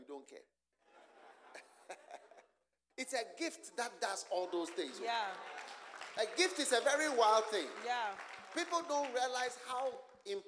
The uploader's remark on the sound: Preached at the Use It or Lose It Camp, USA.